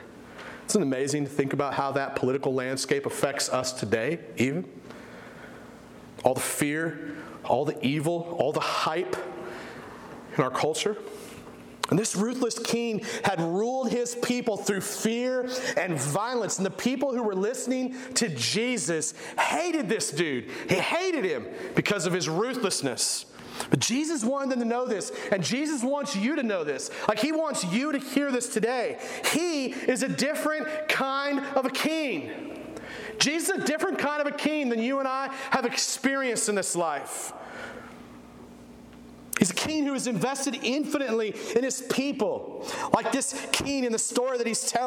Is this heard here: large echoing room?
yes